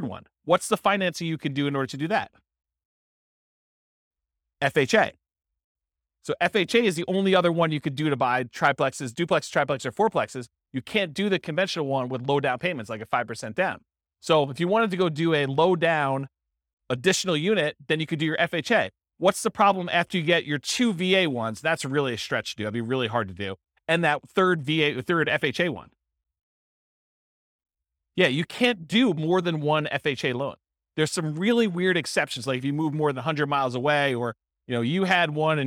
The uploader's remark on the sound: This was a live class recorded